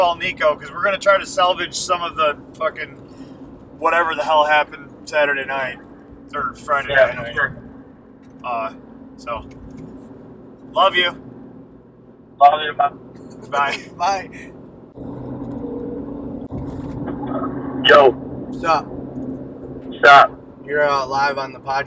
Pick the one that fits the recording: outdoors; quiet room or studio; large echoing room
outdoors